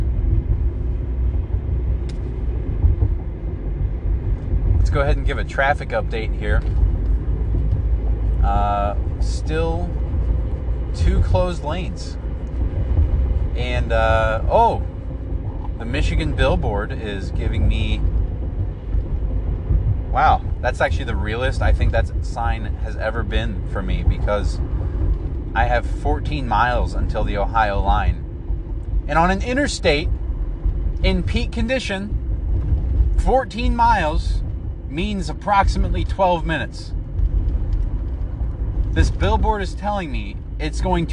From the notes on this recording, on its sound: Recorded while stuck in traffic on I-75 going into Ohio from Michigan.